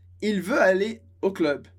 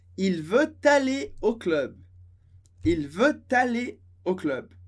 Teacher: A gente junta veut e aller, vira uma liaison com som de T. · Shown in: second take